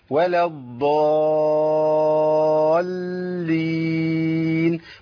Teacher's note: لام عليها شده يبقى هجيب لامين لام ساكنه ولام متحركه